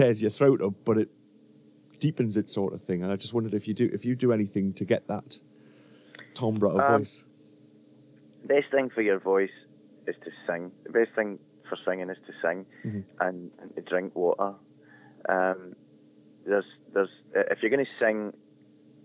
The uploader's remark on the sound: phone interview